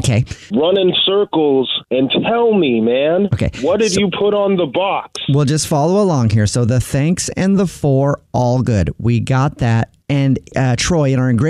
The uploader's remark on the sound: Phone Prank!